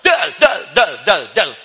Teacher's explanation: Jadi begitu Anda mengucapkan dal, harus ada tenaga dari dalam dikeluarkan. Meledak keluar. · Term: qalqalah